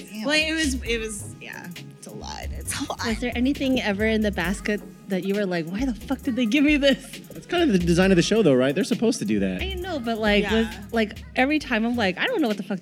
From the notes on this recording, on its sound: Recorded at the beautiful Trademark & Copyright Bar in downtown San Francisco.